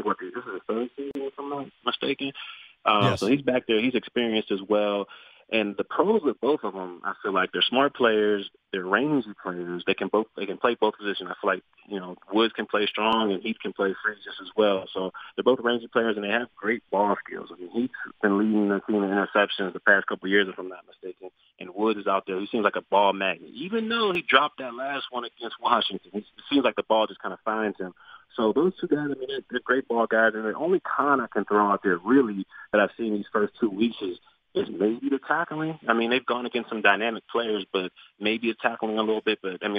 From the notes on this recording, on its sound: Called.